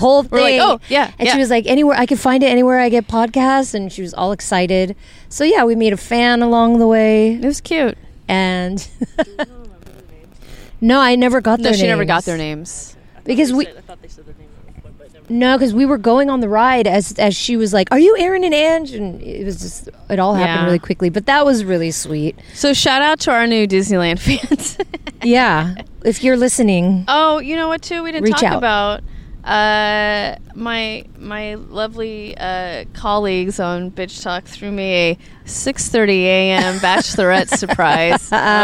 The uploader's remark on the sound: we're on location in sunny Sunset Beach, CA